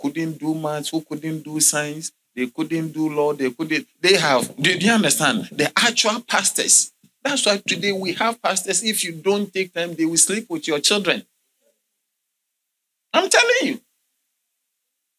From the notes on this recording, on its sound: Sermon delivered on Sunday, May 21, 2023, at LCI Mega-Church in Cape Town, South Africa.